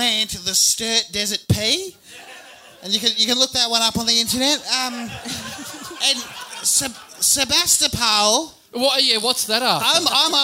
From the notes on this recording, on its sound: Recorded LIVE at The Main Bar in Ballarat